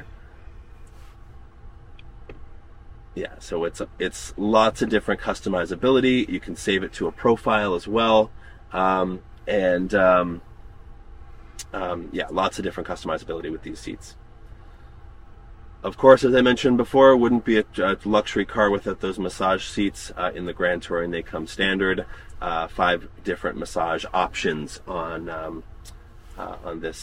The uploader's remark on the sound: "LIVE" at the Vancouver showroom